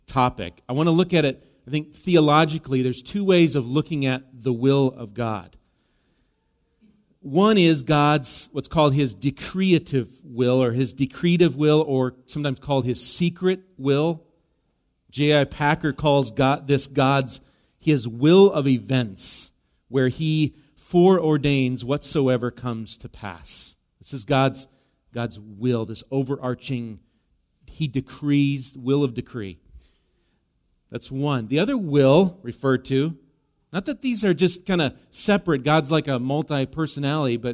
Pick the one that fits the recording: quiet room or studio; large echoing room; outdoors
large echoing room